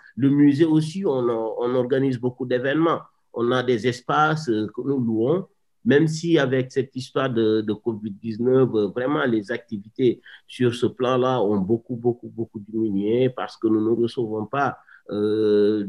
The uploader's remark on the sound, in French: Le séminaire, qui s'inscrit dans la scolarité des élèves en deuxième année de deuxième cycle de l’École du Louvre. Enregistré sur Zoom.